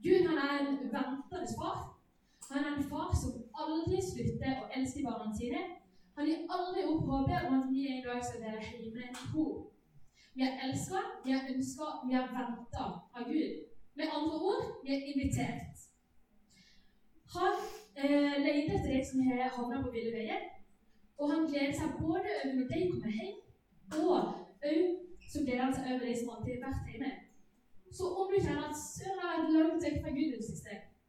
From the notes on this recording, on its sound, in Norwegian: Beklager, dårlig lydkvalitet.